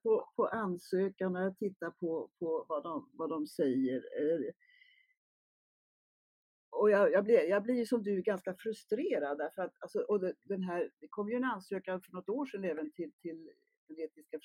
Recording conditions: poor sound quality